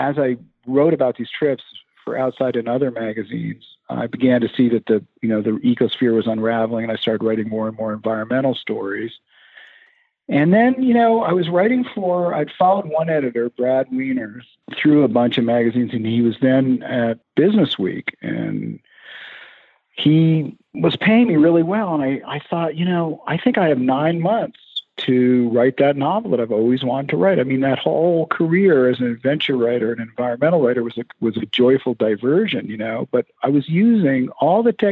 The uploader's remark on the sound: Jumped on the phone to talk with me. Joined me by phone, and the interview vastly improves after the first two minutes.